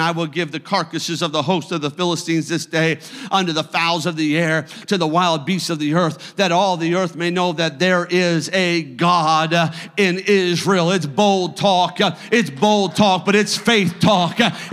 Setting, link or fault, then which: setting, large echoing room